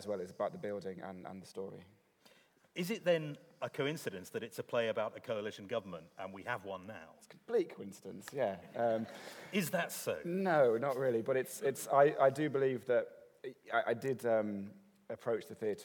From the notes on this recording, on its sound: This is a recording of a live Platform event from March 2013.